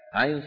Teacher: ينطق على ثلاثة أحرف أوسطها حرف لين مو حرف مد، لأنه ياء ساكنة مفتوح ما قبلها، ويمد بمقدار أربعة أو ستة